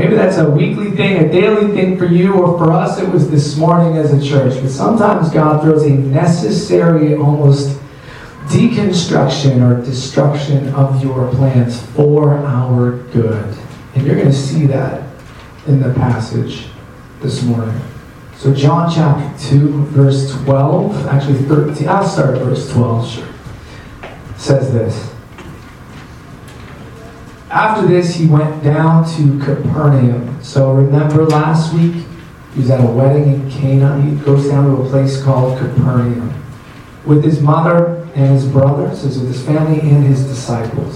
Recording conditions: poor sound quality